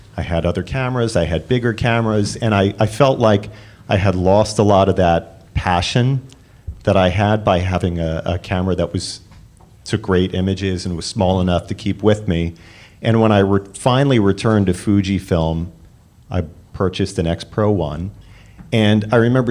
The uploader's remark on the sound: LIVE from the House of Photography - first birthday show. Recorded LIVE at London's Fujifilm House of Photography. To face questions from the audience.